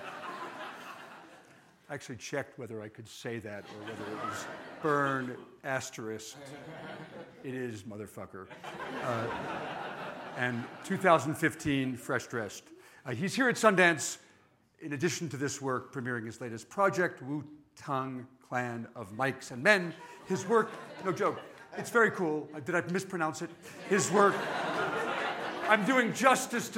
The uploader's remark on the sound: Following a screening of the SundanceTV & Ancestry short film Railroad Ties , a live panel discussion. In front of a live audience at the SundanceTV HQ on Main Street in Park City, UT during the 2019 Sundance Film Festival.